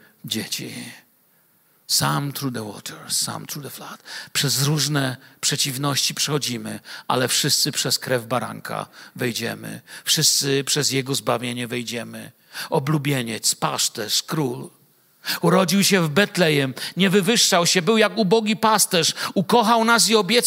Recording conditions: large echoing room